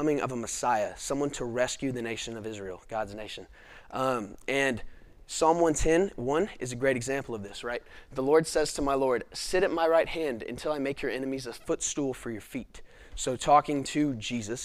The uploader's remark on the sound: This video is from our 2021 Fall lecture series responding to Gospel Objections.